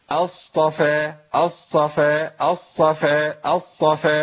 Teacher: كاني ادغمت الصاد ابدلت الطاء بصاد